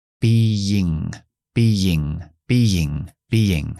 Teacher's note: Y entre medio hacemos una especie de Y, que es lo que llamamos el yod intrusivo, para enlazar las dos vocales, que es como una ya, ya.